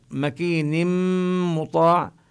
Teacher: حينما نقول مكين مطاع نشدد الميم ونغن الميم، لأن الميم حرف غنة · Term: إدغام بغنة